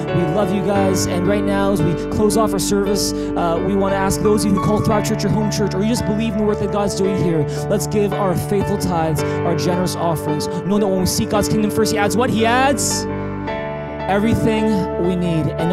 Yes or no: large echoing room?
yes